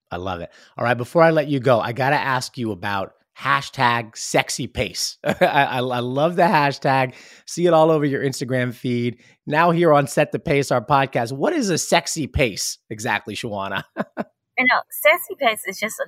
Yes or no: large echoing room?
no